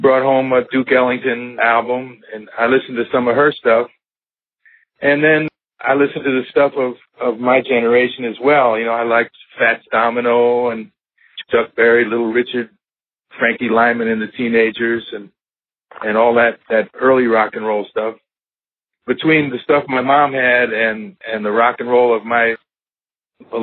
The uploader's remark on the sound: This episode features a telephone interview